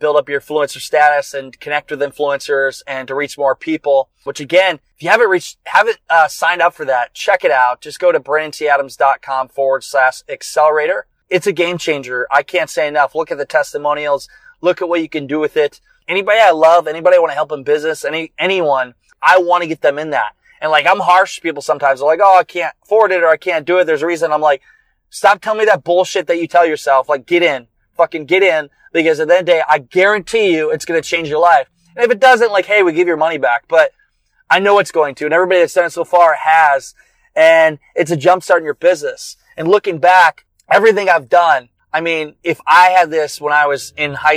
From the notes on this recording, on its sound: On the long road from Iowa to Orlando, I picked up my mic and hit record. What I am using to record this from the car.